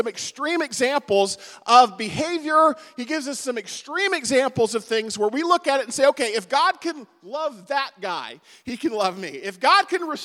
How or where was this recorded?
large echoing room